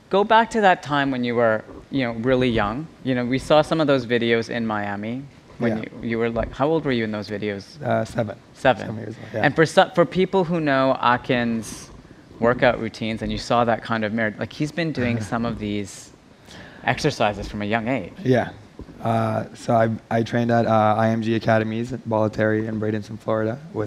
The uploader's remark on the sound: On stage at #BoFVOICES 2017